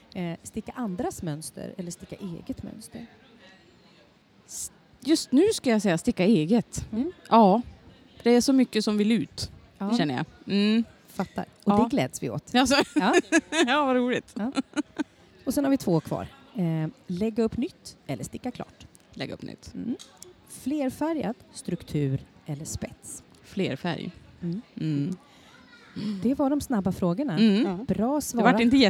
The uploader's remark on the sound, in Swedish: I avsnitt 20 träffar vi stickpoddskändisar som besöker "Sy och hantverksfestivalen" i Stockholm.